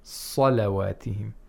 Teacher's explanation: Salawatihim. And we have to make sure that the lam is pronounced with tarqiq, because it's right after the sad